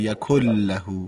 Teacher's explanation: چون نون وقتی به یرملون میرسه ادغام میشه